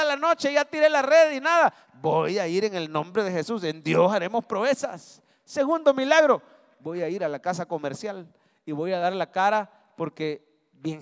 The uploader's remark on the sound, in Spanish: Mensaje predicado en vivo desde el Centro Familiar de Adoración, Julio 2023